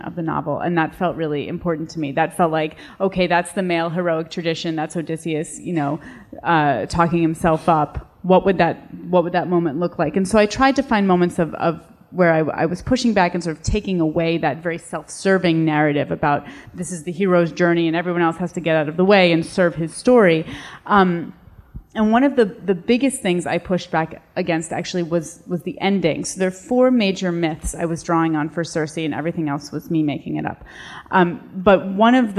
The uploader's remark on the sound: In this live episode of the Fiction/Non/Fiction podcast, recorded at the 2018 Miami Book Fair. In this live episode of the Fiction/Non/Fiction podcast, recorded at the 2018 Miami Book Fair.